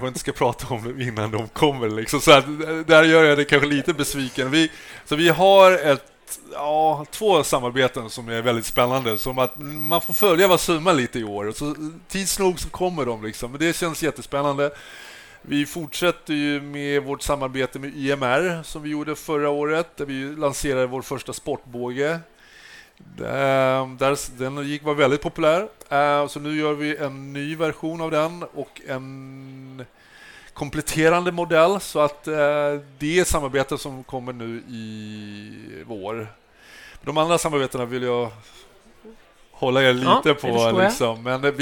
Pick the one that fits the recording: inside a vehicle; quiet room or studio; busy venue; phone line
busy venue